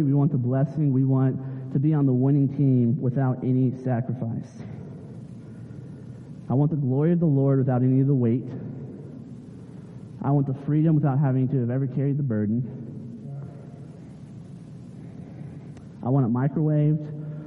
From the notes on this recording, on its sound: Sorry for the poor audio this week - we are still working out the kinks in our live-stream and recording process.